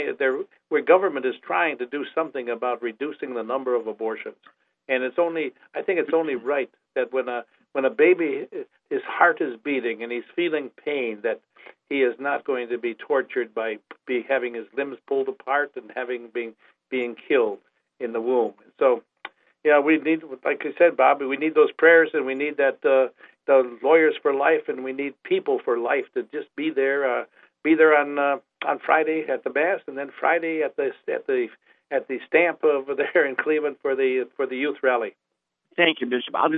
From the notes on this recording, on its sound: on this live call in program which aired 01-20-16